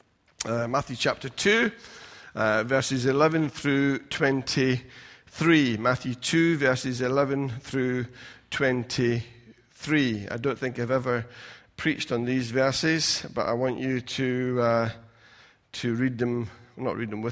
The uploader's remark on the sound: Recorded at freedomcentre church, Preston on Sunday 15th March 2020